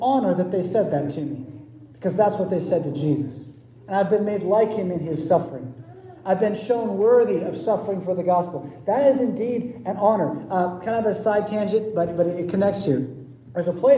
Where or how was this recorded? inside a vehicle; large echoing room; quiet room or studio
large echoing room